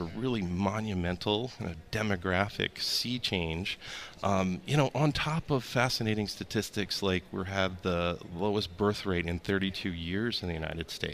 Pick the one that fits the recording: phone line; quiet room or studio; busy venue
busy venue